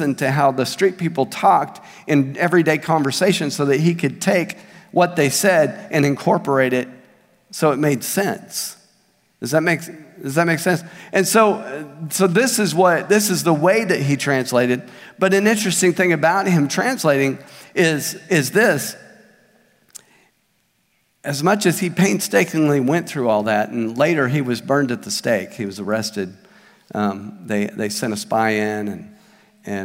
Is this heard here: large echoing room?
yes